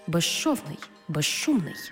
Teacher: У словах безшовний і безшумний, свистячий з плюс шиплячий ш всередині слова разом вимовляємо як ж ши